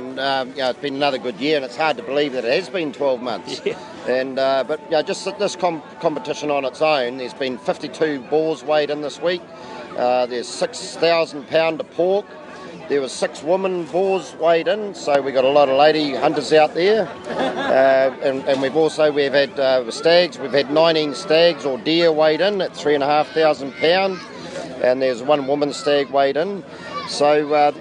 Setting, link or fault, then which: setting, busy venue